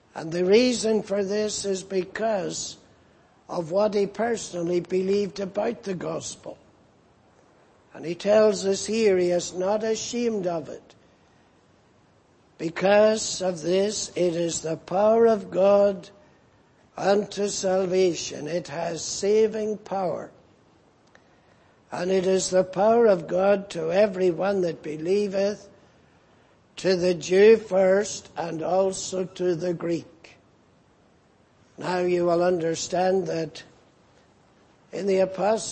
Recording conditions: large echoing room